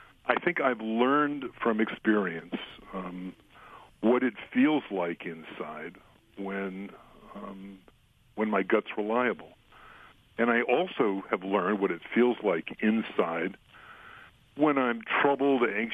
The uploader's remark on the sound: On the phone.